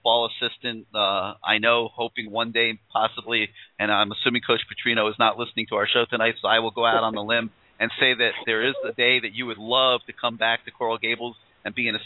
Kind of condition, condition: link, phone line